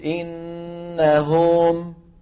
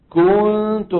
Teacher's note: كنتم شو صار الضمة؟ أخذت زمن أكثر من زمنها قد يوصلها إلى أن تكون واوا · Term: التمطيط